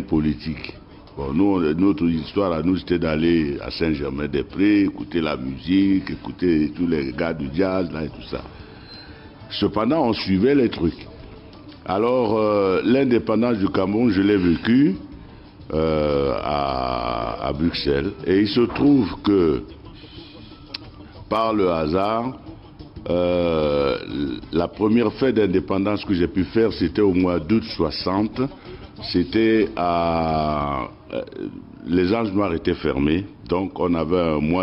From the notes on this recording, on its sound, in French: Cet entretien a été enregistré à Londres en 2010 lors du 50e anniversaire du Ronnie Scott’s, un cabaret mythique de jazz